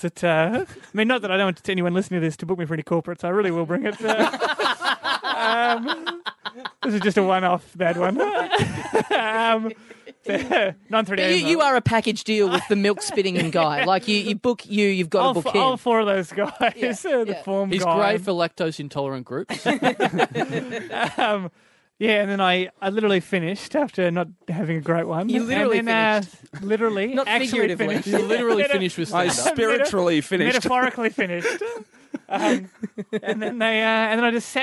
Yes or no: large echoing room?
no